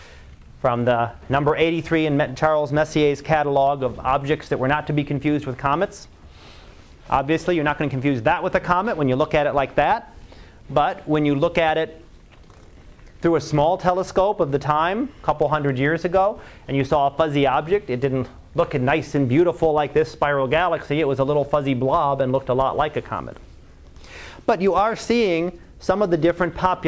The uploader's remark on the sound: Live Class Lecture